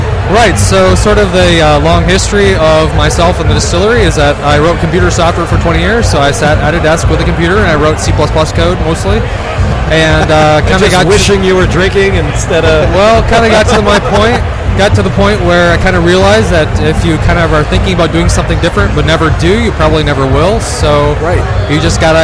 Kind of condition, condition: setting, busy venue